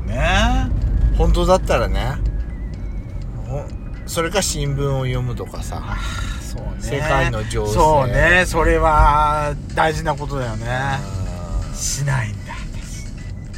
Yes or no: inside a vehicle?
yes